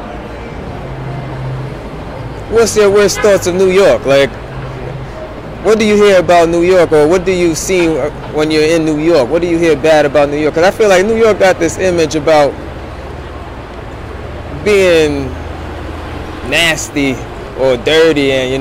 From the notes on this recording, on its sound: During this episode we filmed live from #timesquare in New York City. We met people for the first time and introduced them to the things that we are doing and to the company.